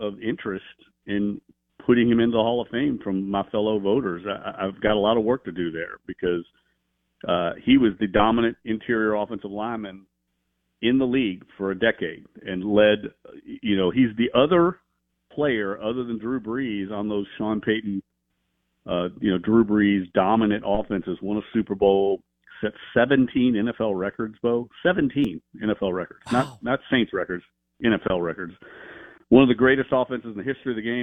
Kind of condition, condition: link, phone line